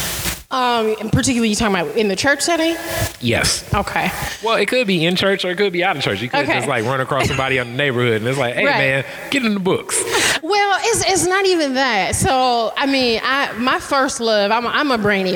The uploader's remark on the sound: This was a live podcast at Detroit is Different Festival. Live at Pause weekly.